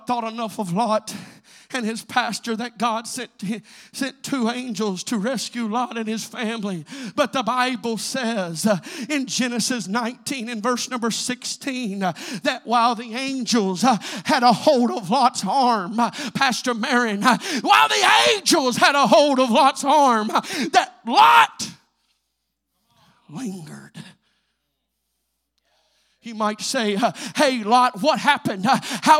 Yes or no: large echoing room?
yes